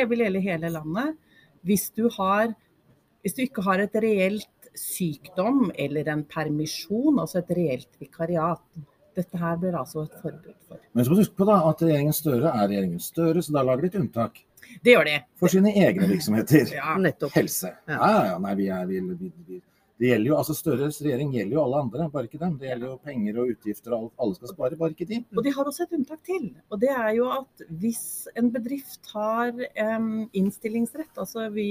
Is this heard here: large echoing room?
no